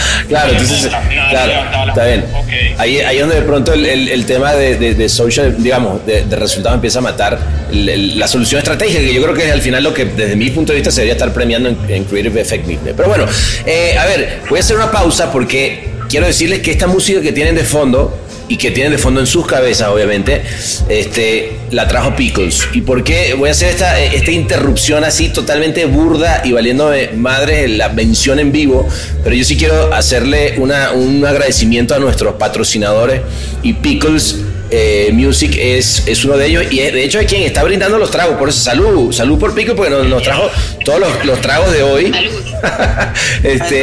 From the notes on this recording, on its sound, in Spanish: Clubhouse Cannes Lions. En nuestro podcast-bar.